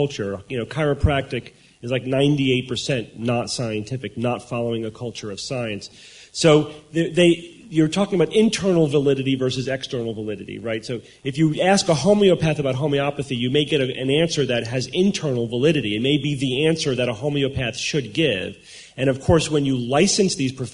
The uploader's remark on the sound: SGU Live in Sydney Australia. Live Q&A.